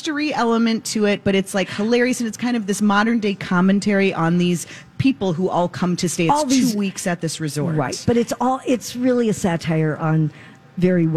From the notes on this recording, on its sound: Live at Max's Fine Jewelry!